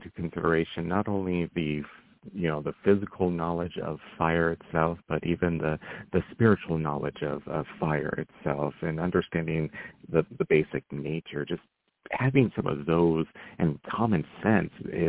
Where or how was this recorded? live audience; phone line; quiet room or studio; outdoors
phone line